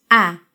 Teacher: El sonido A no es nasal como en portugués. Es A. Hambre.